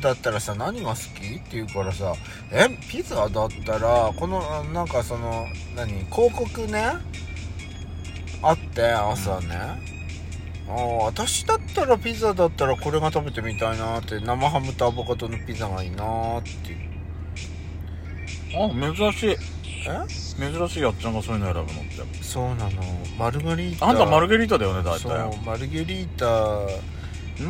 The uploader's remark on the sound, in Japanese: 2人組。パーキング収録。